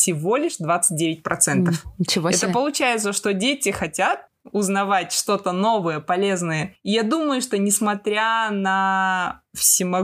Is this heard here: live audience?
no